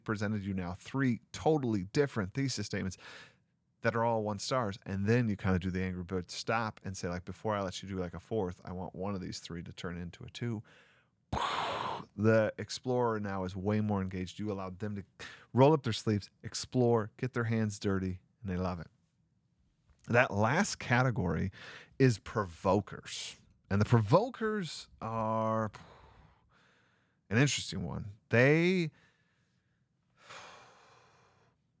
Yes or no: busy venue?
no